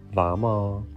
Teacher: the R inside of words in Danish is not really present. It just serves to open up the vowel sound. So we rewrite it vamara, but it means we say two sounds Vama.